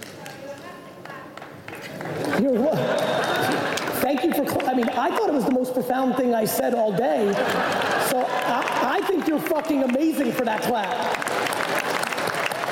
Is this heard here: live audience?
yes